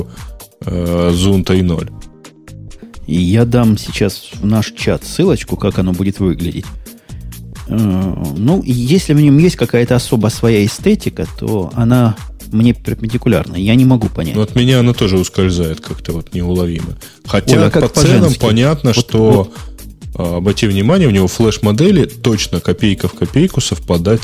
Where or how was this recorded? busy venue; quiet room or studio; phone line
quiet room or studio